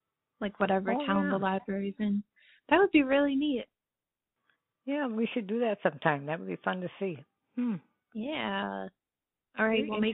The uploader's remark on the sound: over the phone